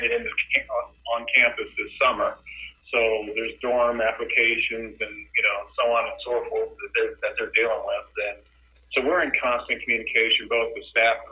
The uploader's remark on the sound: conference call with the media, and then plays the whole thing from start to finish